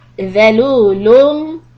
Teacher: tip of the tongue comes out under your front teeth, upper front teeth · Term: ذَال